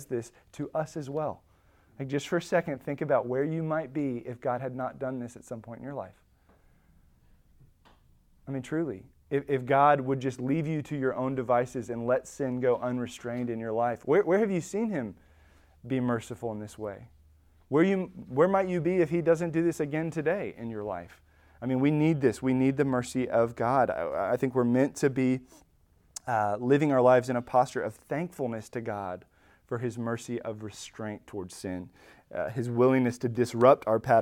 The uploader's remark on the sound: Recorded at Emmaus Church in Buford, GA